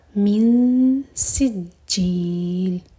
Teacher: نون ساکن کے بعد سین تو اخفا، تو سین کے لیے زبان تیار کریں گے اور نون کو چھپائیں گے اور دو سیکنڈس کا ٹائم دیں گے